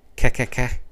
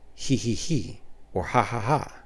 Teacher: a voiceless stop becomes a voiceless fricative, so it becomes he he he or ha ha ha. · Term: Grimm's Law